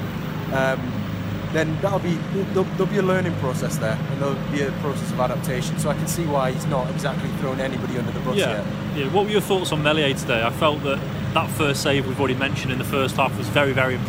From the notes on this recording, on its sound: live from Elland Road